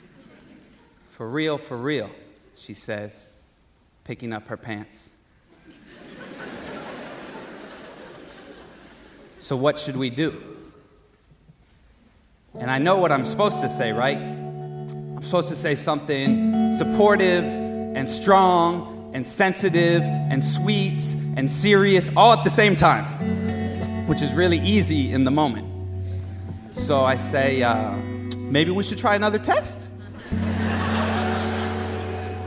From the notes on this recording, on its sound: Live at BAM.